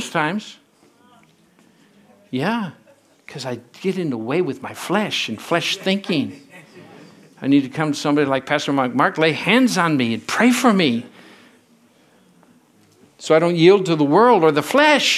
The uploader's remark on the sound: from the Sunday service on November 26, 2023 at Harvest Bible Church in Stockton, CA.